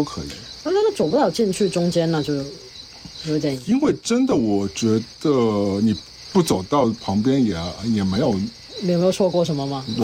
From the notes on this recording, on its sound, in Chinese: 本期为室外录音